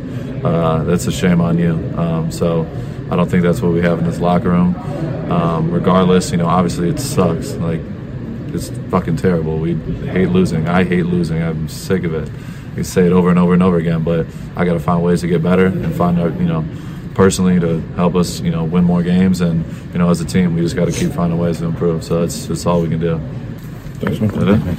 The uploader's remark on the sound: Inside the Postgame Locker Room. On the Las Vegas Raiders Insider. On the Fans First Sports Network.